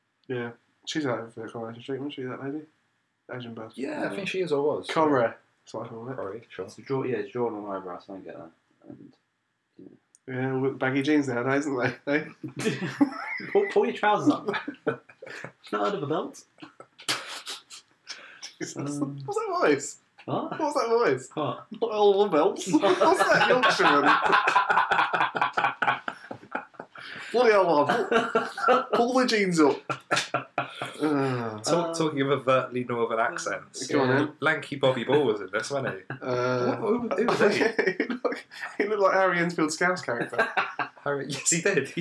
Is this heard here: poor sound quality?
yes